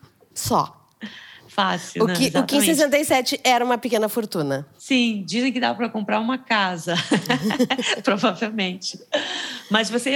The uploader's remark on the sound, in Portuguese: O programa, gravado na Fábrica do Futuro com plateia presencial.